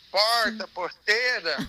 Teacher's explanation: quando eu mudei para Belo Horizonte, eu ainda falava o R retroflexo